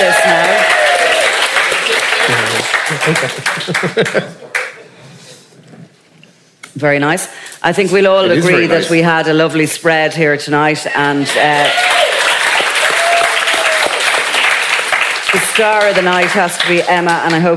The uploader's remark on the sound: This special, live edition of The Dingle Whiskey Movie Club from a packed Sugar Club in Dublin. Before a live audience.